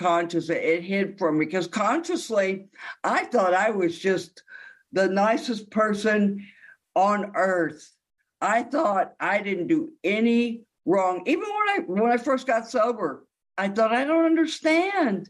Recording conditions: video call